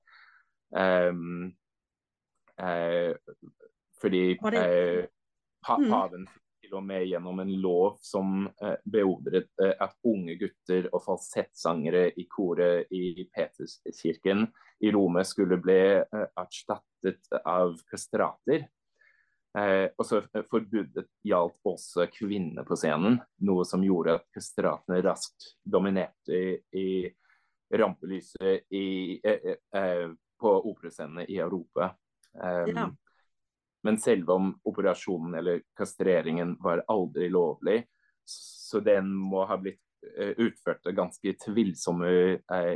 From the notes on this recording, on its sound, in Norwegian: Vi sitter ikke på samme sted, men vi snakker sammen på Zoom – jeg i Oslo og han i Zürich.